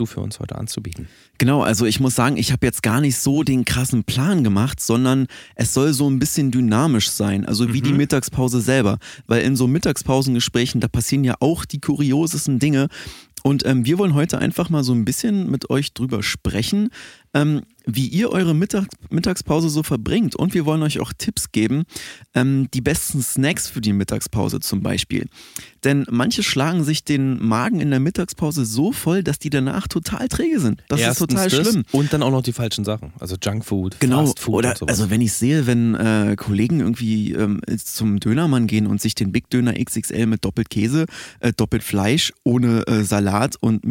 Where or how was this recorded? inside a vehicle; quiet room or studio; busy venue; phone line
quiet room or studio